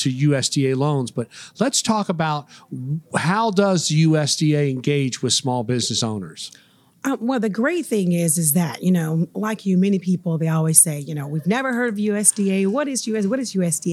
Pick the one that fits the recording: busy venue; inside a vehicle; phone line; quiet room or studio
busy venue